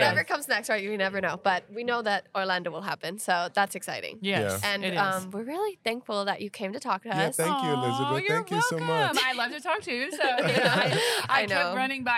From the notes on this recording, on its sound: Produce episodes while at the annual ICPA Fall Conference. The conference took place this year on October 16-18 2022 in the Dallas-Ft. We set up our microphones and cameras to talk to attendees, sponsors, exhibitors, and the host of the event.